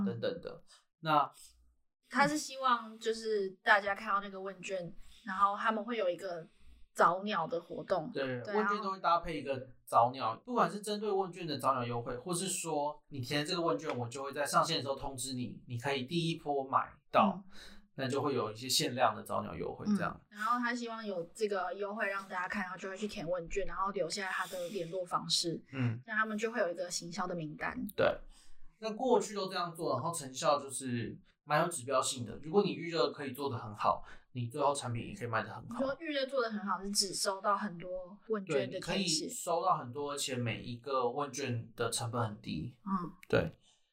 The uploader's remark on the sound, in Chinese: 這次測試了新的錄音軟體，不熟悉設定導致音質變更差，大家請見諒